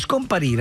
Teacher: una progressione di sillabe aperte che sembra svanire mentre la si pronuncia